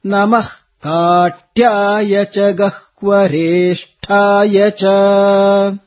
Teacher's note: After visarga, ka follows. That's why namah ka, that extra stress will come on such occasions.